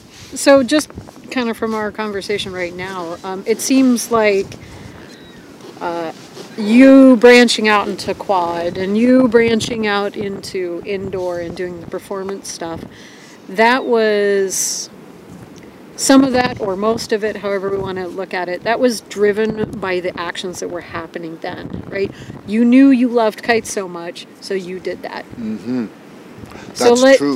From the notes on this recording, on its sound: I recorded this on the beach, so at times there is some wind noise. This is rather raw discussion without editing.